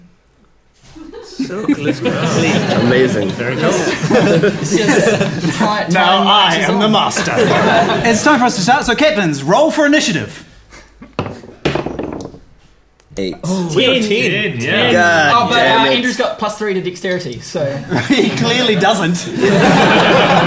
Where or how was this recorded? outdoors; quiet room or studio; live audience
live audience